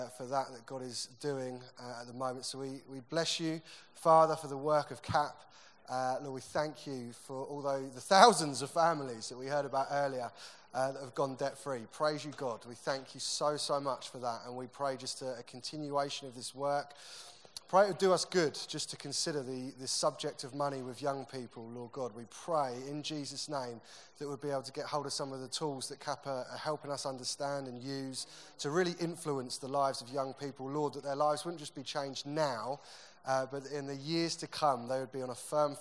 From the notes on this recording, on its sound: Recorded at the 2018 Newday Youth Worker's Weekend